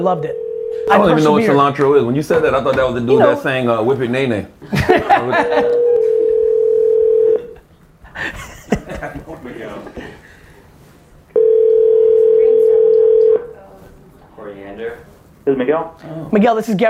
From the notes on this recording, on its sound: On this version of the call-in show we get into it.